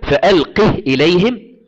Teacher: فحمزة وعاصم وأبو عمرو قرأوا بإسكان ألقه في الوصل وفي الوقف · Term: الإسكان